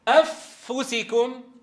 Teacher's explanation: أدغمت النون الساكنة إدغاما كاملا في الفاء